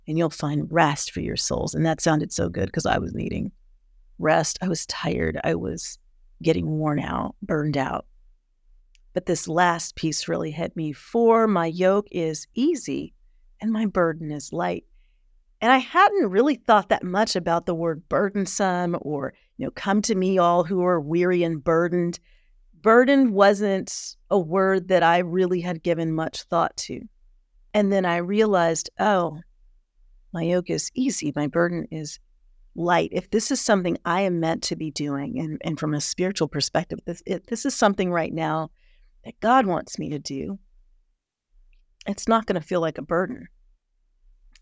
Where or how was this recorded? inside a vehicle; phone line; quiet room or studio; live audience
quiet room or studio